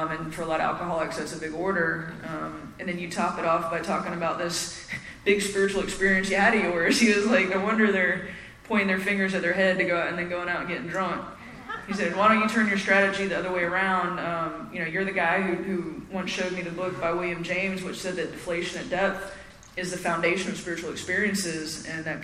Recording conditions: live audience